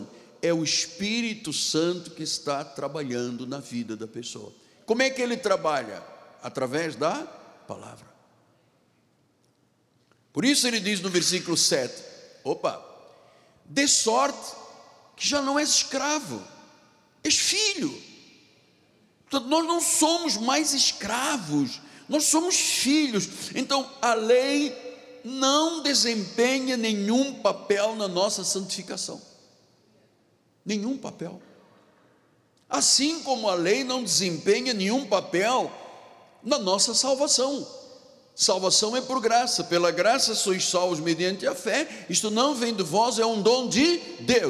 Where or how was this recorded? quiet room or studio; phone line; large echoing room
large echoing room